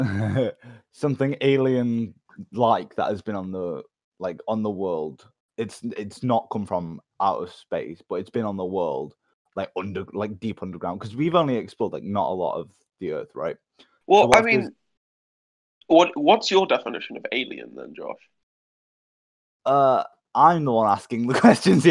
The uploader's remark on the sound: It cuts off bits of audio but that's just a part of the chaos.